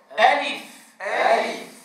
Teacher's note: أتنبه إلى رخاوة الفاء. الفاء حرف رخو ومن حقه أن يكون زمنه طويلا